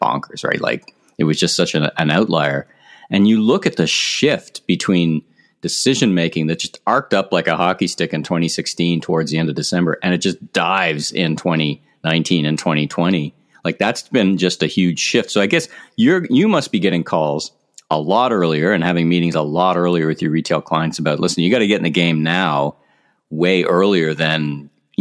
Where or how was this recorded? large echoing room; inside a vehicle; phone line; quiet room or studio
quiet room or studio